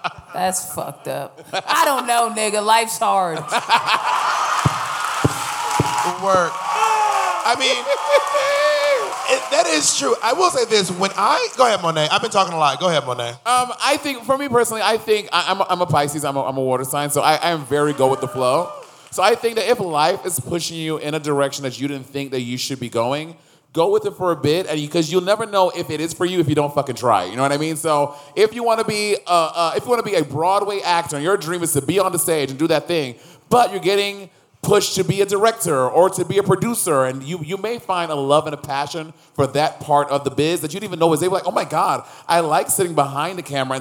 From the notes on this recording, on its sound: live from Las Vegas at the Life Is Beautiful festival